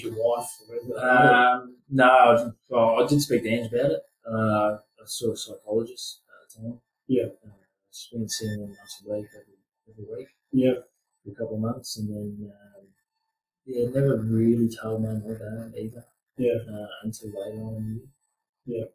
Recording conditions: poor sound quality